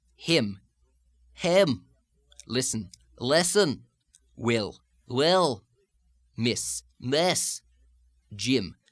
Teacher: the tendency for some of the ear sounds, such as in sit, and intention, and him, to change to an air sound